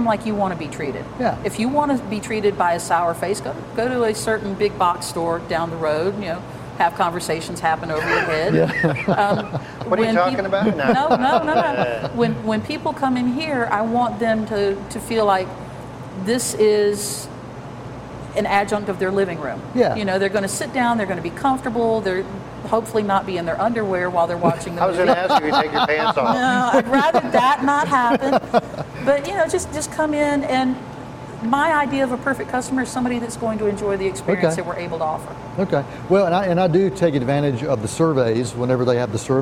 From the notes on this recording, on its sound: we’re on location at the AMC Classic 10 Cinemas in Shelby, NC